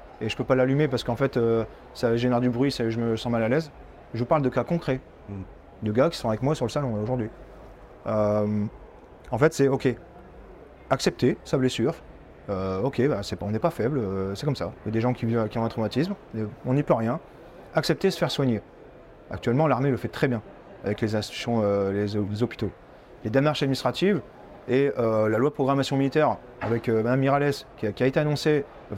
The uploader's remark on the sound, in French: Cette semaine, nous vous proposons un épisode enregistré sur le salon Milipol à Paris.